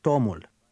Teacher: The emphasis will be on the first syllable.